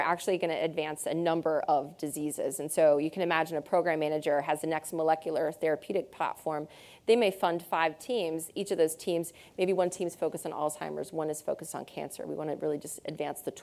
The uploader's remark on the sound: In this special episode in front of a live audience at the Stanford School of Medicine.